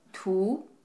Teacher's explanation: And second tone, start lower and rising